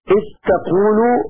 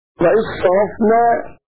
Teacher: أدغم أبو عمرو ذال إذ في حروفها الستة · Term: الإدغام الصغير